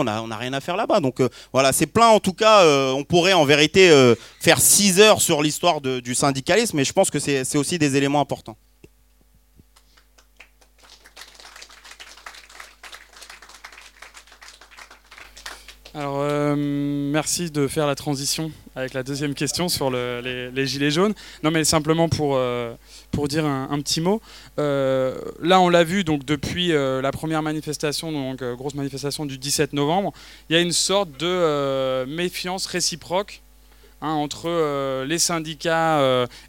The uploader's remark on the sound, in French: Mercredi 5 décembre au Lieu-Dit (Paris 20ème), la revue Ballast organisait une conférence-débat